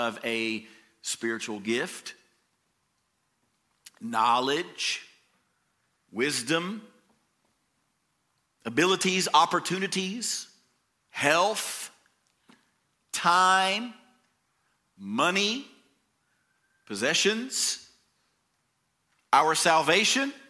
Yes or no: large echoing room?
yes